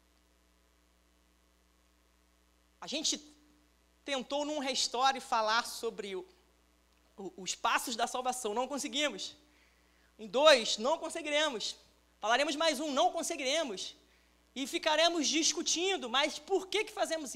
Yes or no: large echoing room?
yes